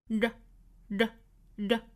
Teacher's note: 舌尖的位置不能够在上齿龈的位置摆，应该再往后走一点，轻轻的弹一下上颚，一闪而过 · Term: 闪音